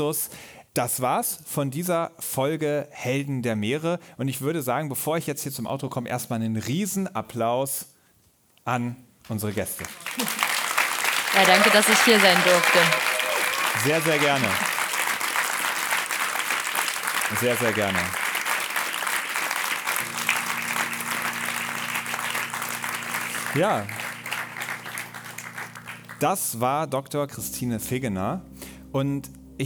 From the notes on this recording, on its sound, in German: Die Aufnahme vom Live-Podcast. Auf der Bühne des „KFZ“ in Marburg.